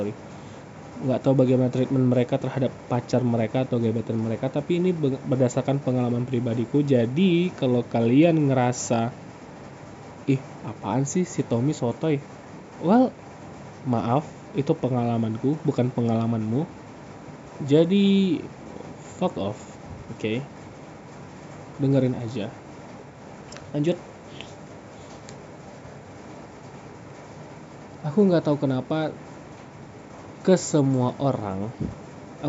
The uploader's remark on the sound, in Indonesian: Maaf suara hujannya gede yah.